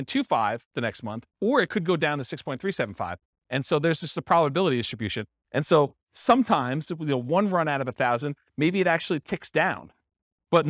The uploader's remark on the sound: This was a live class recorded